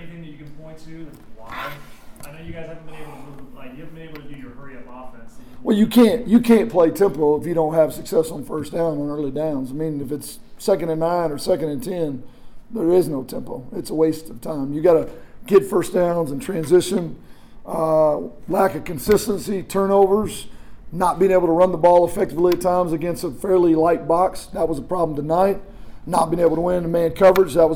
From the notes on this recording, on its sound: Postgame press conference - Sept. 10, 2022. Visits with the media following Utah State's 35-7 loss to Weber State.